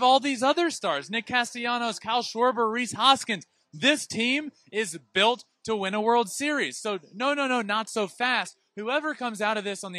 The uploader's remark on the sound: NLCS POST GAME SHOW LIVE. Live on the field moments after the Phillies defeated the Padres!